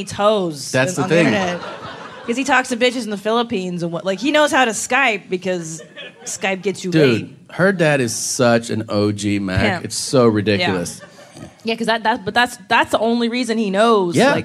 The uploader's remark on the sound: It's LIVE from San Francisco (Man Frandisco).